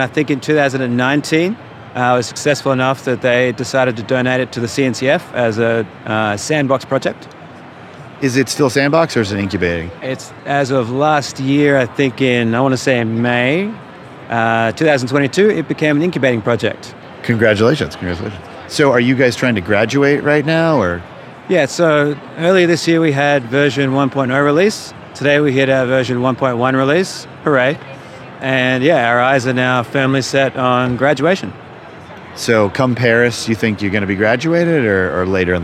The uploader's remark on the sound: Live From KubeCon 2023.